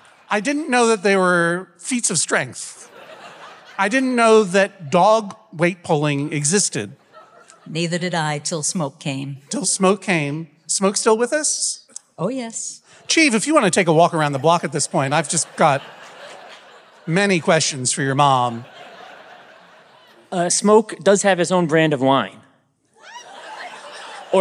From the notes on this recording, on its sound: This episode was recorded in front of a LIVE audience on the Van Freaks Roadshow! All the way from The Wilbur in Boston.